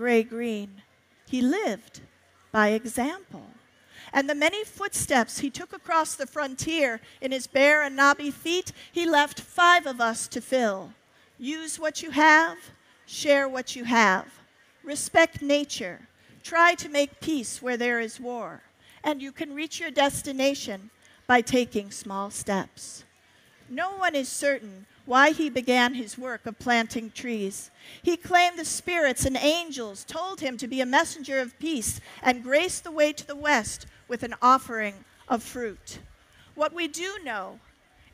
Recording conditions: live audience